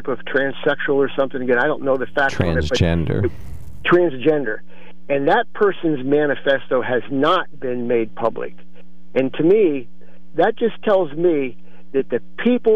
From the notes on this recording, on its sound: open phones